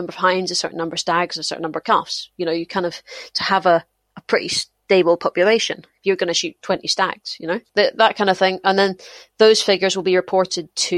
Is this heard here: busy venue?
no